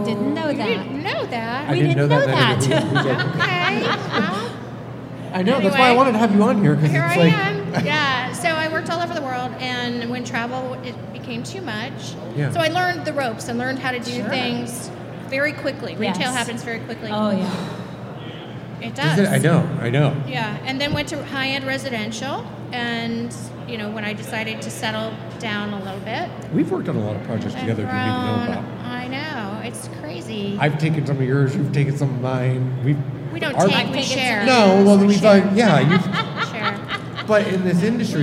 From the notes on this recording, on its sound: LIVE at the Home & Garden Show. From the Dispatch Home and Garden Show main stage!